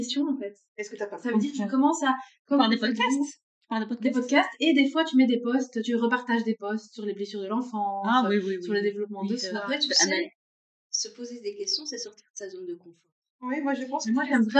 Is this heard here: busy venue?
no